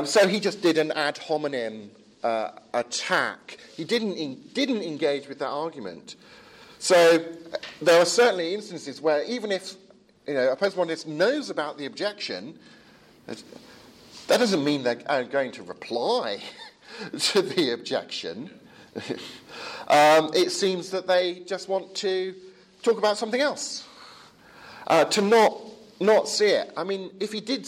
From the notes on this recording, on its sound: Edited lecture and Q&A time from the 'Advanced Apologetics Network' at the European Leadership Forum 2017.